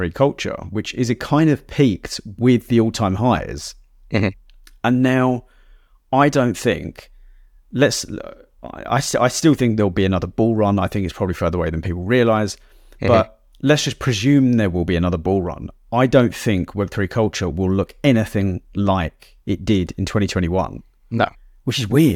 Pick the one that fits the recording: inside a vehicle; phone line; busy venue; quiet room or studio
quiet room or studio